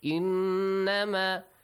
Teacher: nun mushaddad must produce a nasal sound and extend the sound for two counts